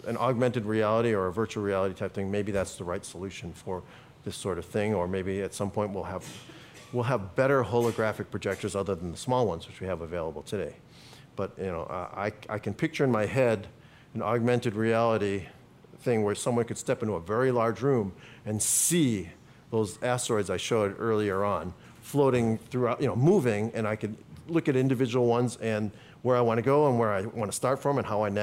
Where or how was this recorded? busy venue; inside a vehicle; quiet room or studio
busy venue